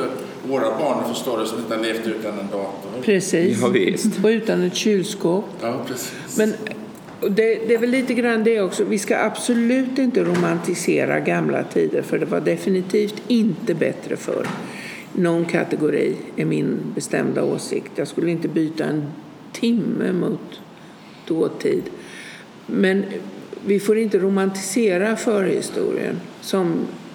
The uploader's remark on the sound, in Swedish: Jag valde att göra ett program om vikingatider som ligger precis utanför Löddeköpinge. Jag träffar dem i Gillehallen och får spela in programmet med all stämning som gamla vikingaspöken och vinden utanför kan hjälpa till att skapa, därav alla bakgrundsljud.